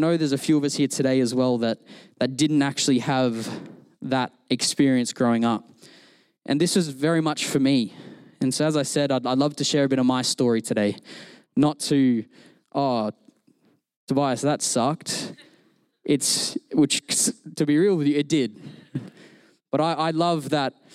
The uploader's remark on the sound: Recorded during our Melbourne East service